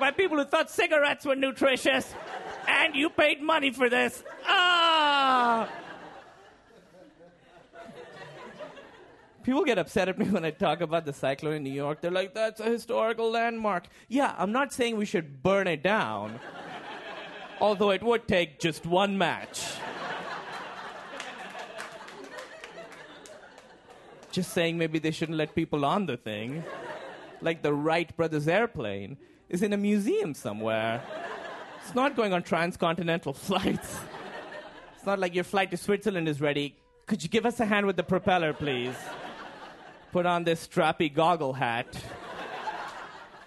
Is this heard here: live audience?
yes